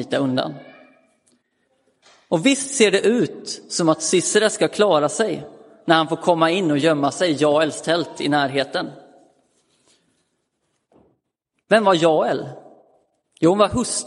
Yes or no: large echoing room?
yes